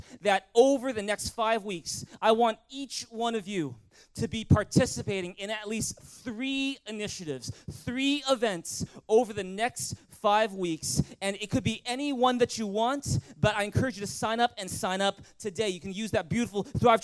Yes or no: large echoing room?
yes